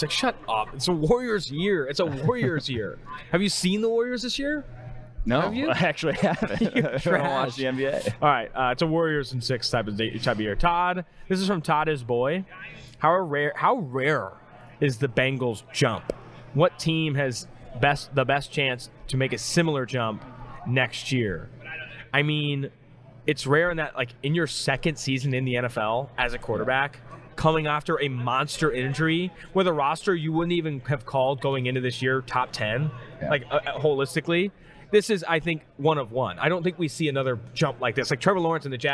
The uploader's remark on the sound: Mailbag and Trivia edition live from Super Bowl LVI.